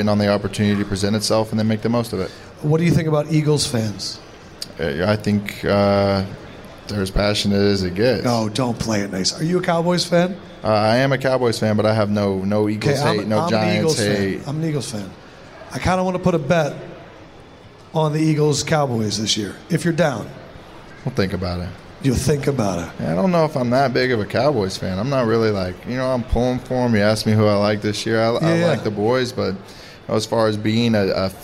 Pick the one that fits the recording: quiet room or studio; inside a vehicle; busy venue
busy venue